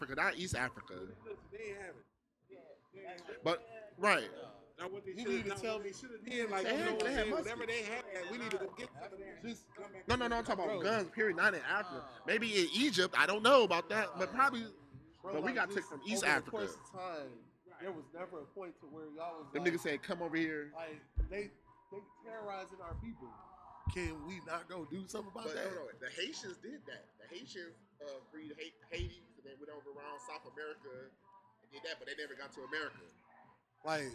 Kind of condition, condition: fault, poor sound quality